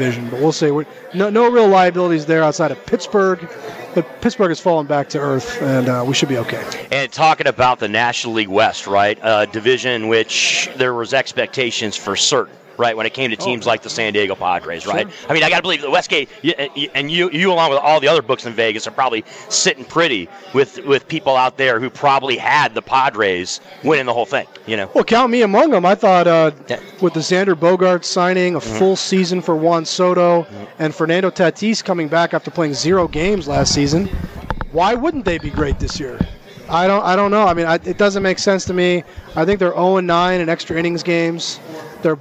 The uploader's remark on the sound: Live from the Super Book at the Westgate Las Vegas